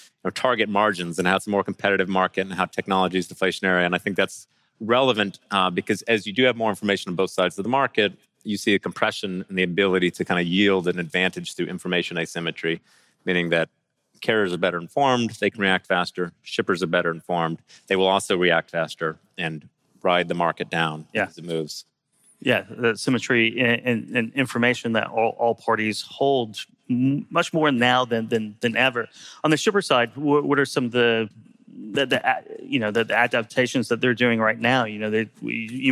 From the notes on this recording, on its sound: in this fireside chat on day 2 of the Future of Supply Chain Conference in Northwest Arkansas